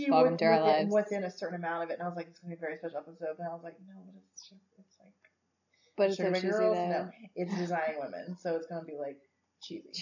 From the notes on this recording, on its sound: Excuse the audio this week. We're working on getting a better program for recording while we're together.